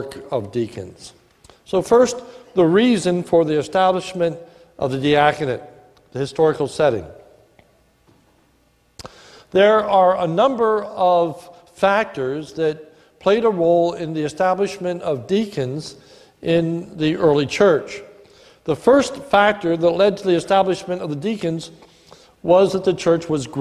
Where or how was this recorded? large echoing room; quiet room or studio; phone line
large echoing room